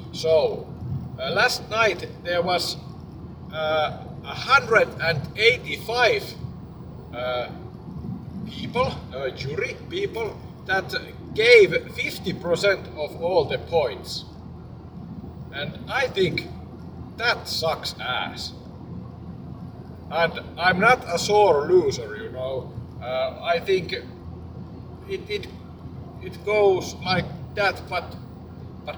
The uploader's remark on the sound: The quality is poor and I mumble a lot but it's recorded on car wheel and purely freestyle.